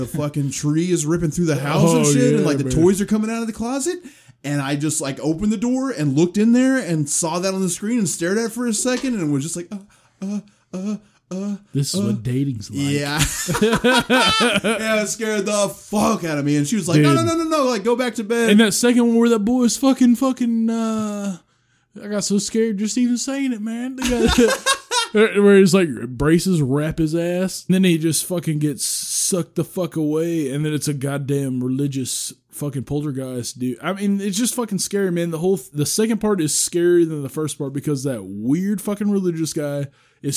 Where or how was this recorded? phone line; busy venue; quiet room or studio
quiet room or studio